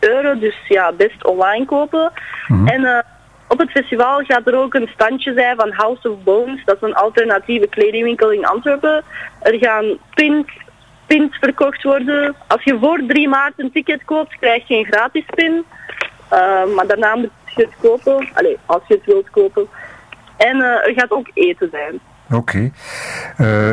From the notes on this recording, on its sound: Punxtatik in het Zuiderpershuis. Die we bellen voor tekst en uitleg.